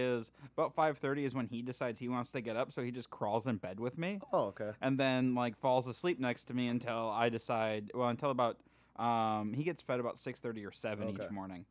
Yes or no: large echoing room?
no